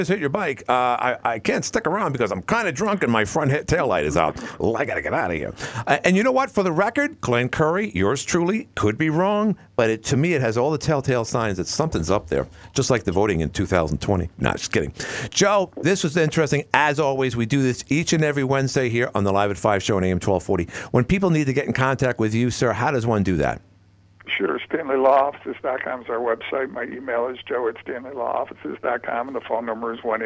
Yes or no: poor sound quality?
no